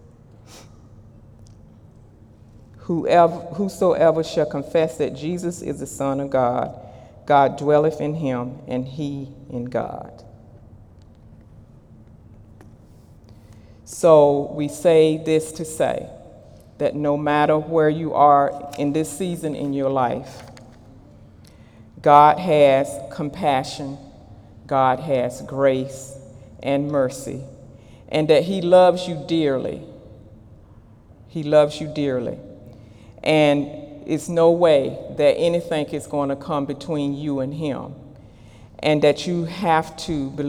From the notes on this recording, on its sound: During Sunday morning service on May 20, 2018.